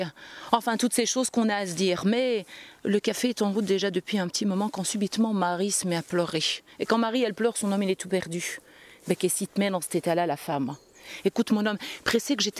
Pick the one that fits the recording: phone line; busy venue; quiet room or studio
busy venue